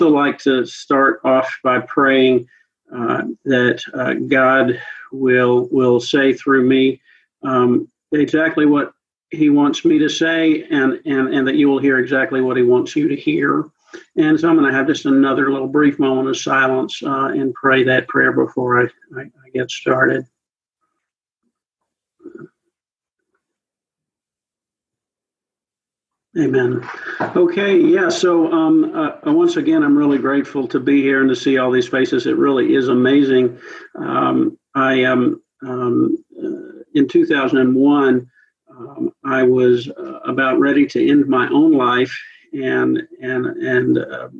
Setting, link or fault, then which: link, video call